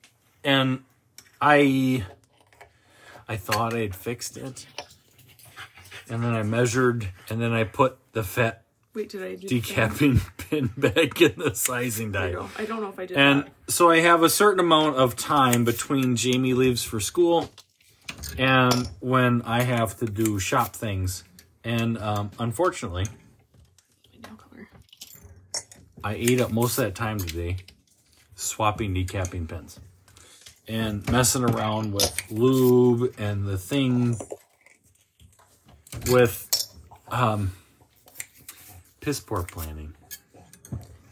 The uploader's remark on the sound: We apologize for the background noise. We were loading for the Badger Grinder.